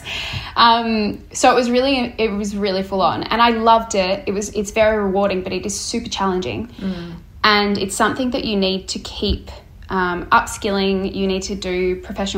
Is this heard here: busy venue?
no